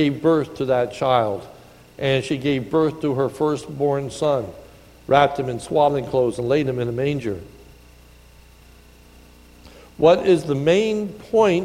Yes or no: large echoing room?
yes